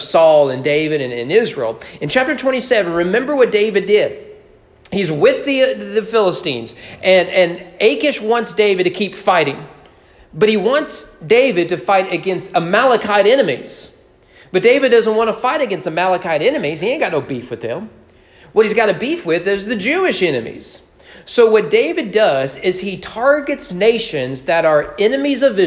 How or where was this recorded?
large echoing room